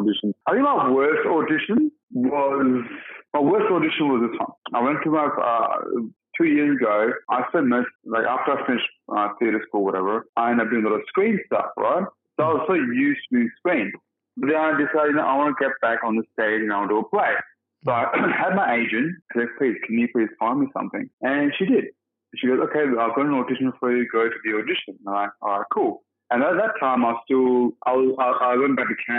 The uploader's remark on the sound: Over-The-Phone Interview. All our podcast episodes are pre-recorded at an independent studio in Sydney, Australia.